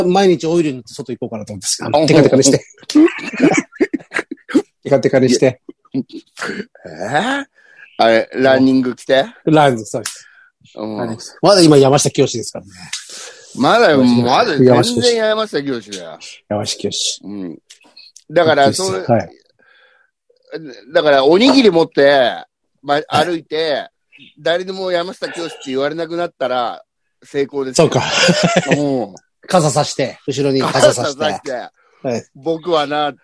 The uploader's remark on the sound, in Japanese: ZOOMで収録